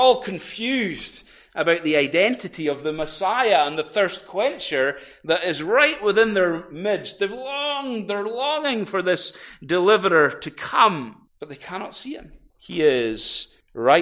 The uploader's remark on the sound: recorded at North Harris Free Church on Sunday, 18th June 2023